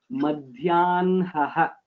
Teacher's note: that na has to be pronounced first and then ha has to be pronounced